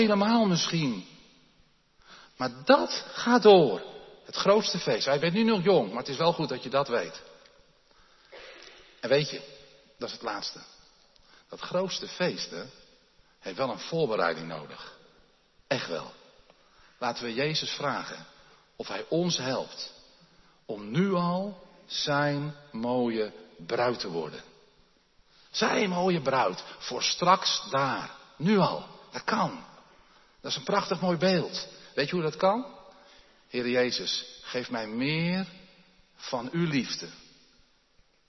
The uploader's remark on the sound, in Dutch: opgenomen in de Jeruzalemkerk te Groningen